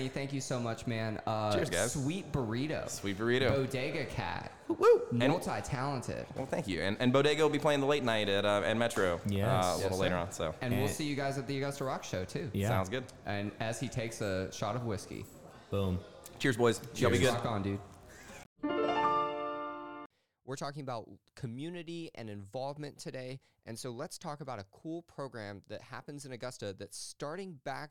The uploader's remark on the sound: This episode was recorded "live" backstage